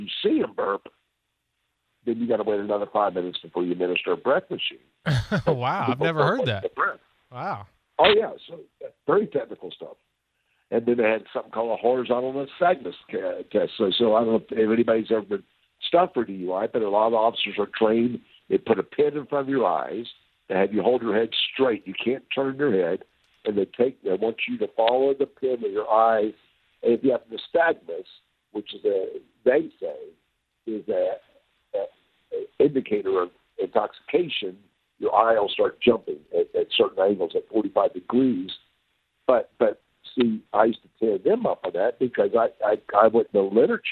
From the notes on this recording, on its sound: joins us by phone